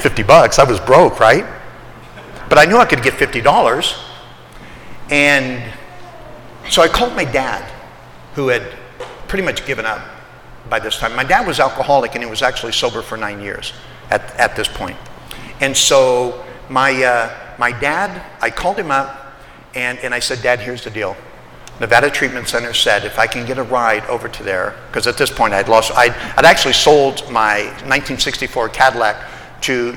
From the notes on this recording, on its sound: Today’s podcast is from a speaking event. I was the keynote speaker at the “Old Timers” meeting at the Salt Lake City, Utah Alano Club.